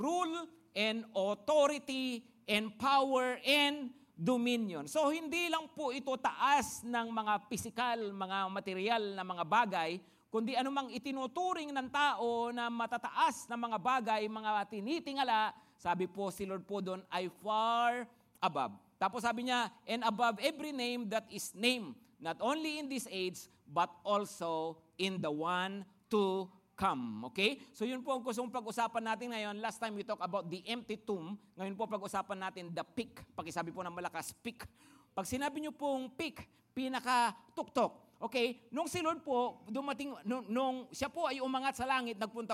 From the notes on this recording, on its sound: Preached last April 18, 2023, at Grace Testament Church's 5 PM worship.